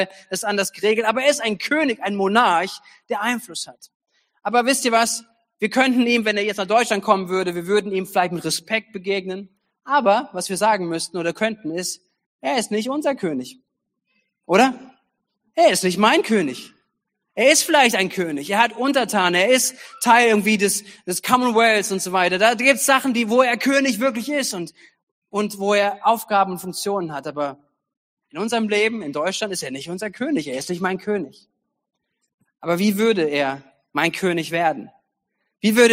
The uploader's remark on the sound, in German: Gottesdienst zum Heiligabend 2022. Predigten aus der Missio Kirche. Gemeinde für Bad Kreuznach und Region.